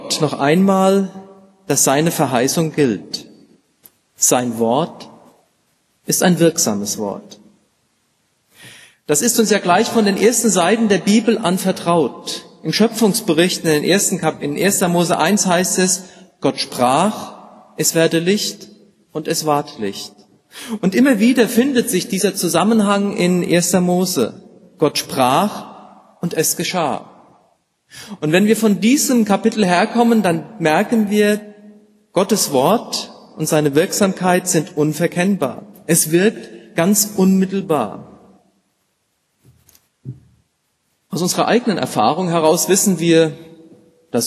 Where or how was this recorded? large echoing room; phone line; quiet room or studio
large echoing room